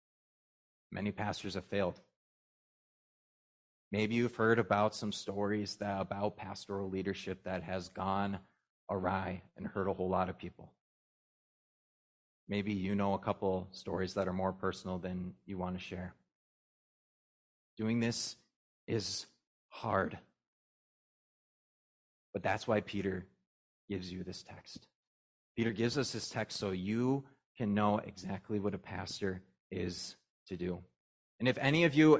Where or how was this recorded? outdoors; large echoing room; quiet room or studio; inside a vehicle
large echoing room